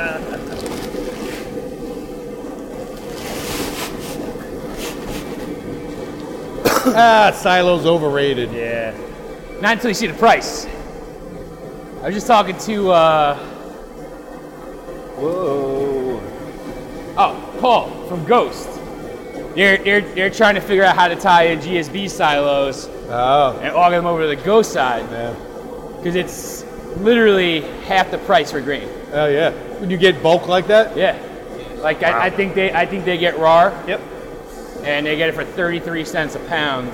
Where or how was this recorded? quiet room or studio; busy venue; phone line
busy venue